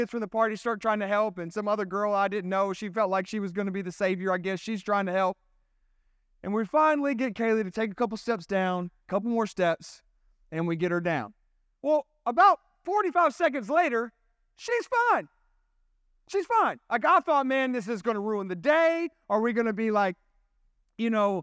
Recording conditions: large echoing room